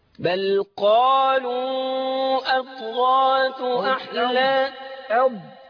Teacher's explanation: رققت الهمزة ورحت داخل على تفخيم الضاد